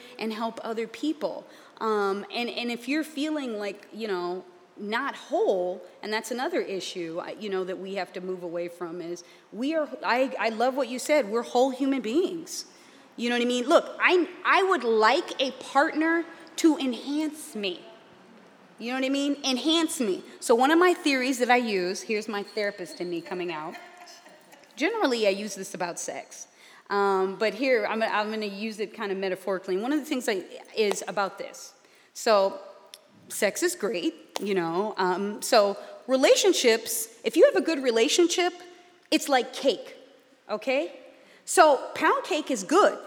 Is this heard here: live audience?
yes